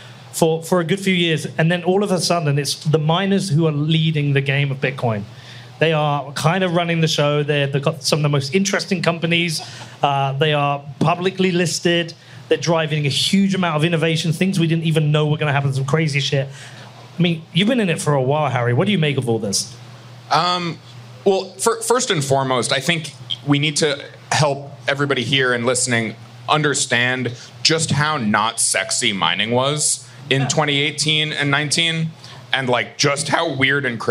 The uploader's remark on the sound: This interview was a live recording made at the Bitcoin 2023 Conference in Miami